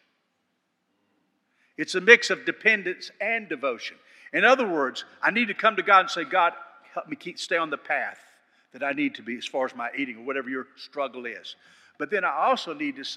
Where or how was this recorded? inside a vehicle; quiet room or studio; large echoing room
large echoing room